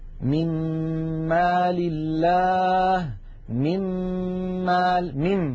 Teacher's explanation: ننتقل من الميم الأولى إلى الميم الثانية مشددة